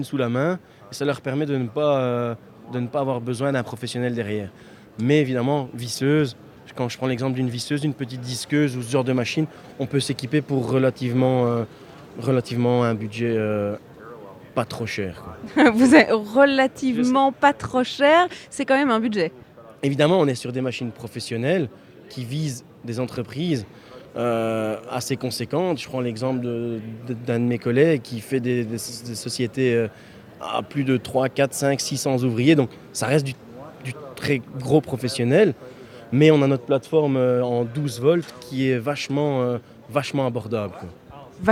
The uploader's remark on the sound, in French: En direct depuis le salon Batibouw, à Brussels Expo, pour Bruxelles vit.